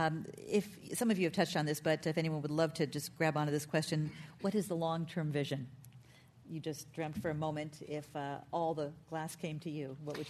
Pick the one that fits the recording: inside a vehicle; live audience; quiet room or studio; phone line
live audience